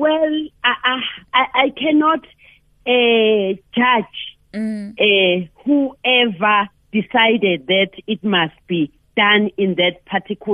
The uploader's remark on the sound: we are joined on the line